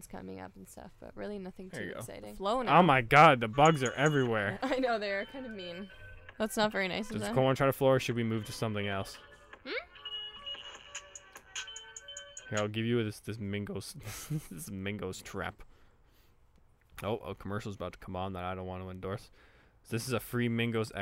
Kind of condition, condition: setting, outdoors